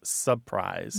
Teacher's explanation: That first R is gone. · Term: first R dropped